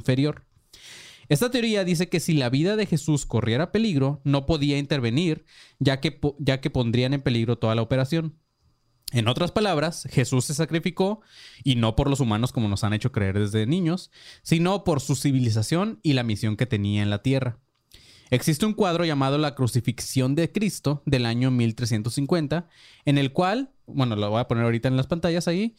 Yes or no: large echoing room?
no